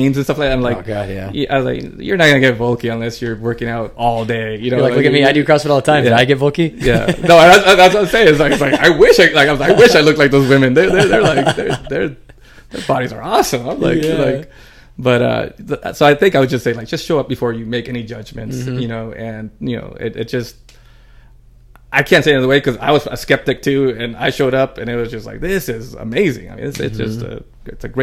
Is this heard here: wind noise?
no